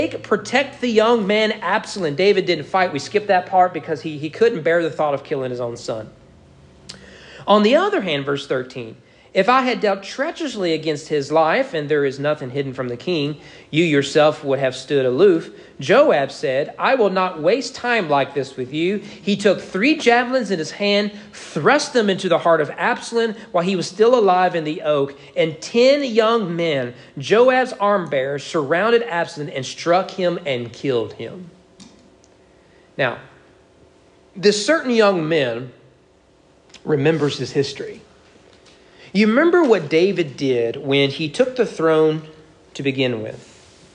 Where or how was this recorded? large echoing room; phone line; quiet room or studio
large echoing room